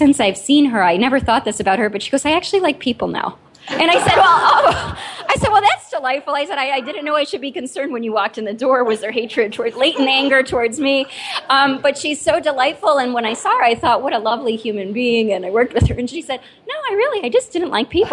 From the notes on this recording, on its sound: With a live audience